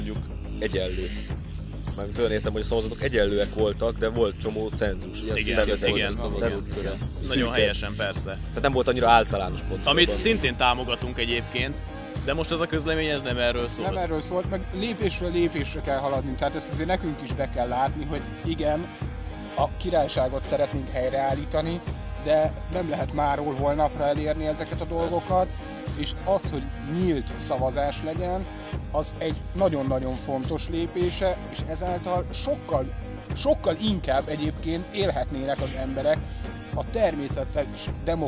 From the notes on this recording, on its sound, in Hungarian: Egy gyors beszélgetésre ültek össze a vármegyések. Sajnos a felvétel közben az eső eleredt, úgyhogy rövidre kellett zárni a témát.